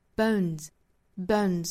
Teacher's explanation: 注意最后呢是一个鼻音，所以是 bone,鼻腔发声 bones, bones,最后的 s 是读浊音的